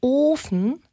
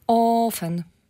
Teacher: to pociągniesz to o w długość, ale też je zamkniesz · Shown in: first take · Nigdy nie powiesz offen, bo zawsze o długie musi być o.